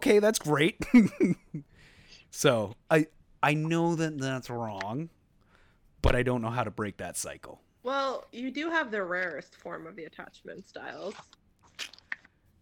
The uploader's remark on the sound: new audio equipment sorry for any audio issues